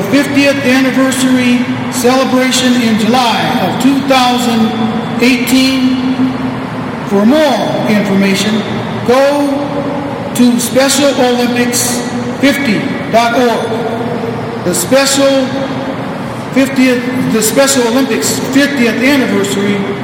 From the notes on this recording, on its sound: LIVE From Solider Field in Chicago. A best of live recap of the kick off for the Special Olympics 50th Anniversary Celebration at Solider Field in Chicago.